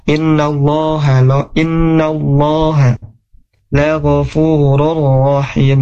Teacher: lafaz Allahnya di sini tebal ya, tafkhim.